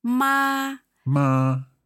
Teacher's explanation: First tone is flat.